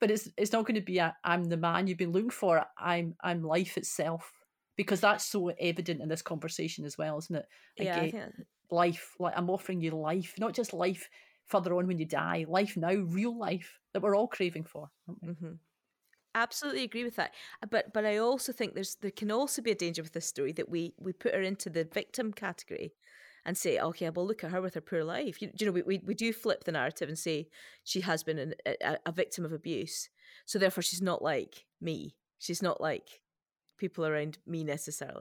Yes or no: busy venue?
no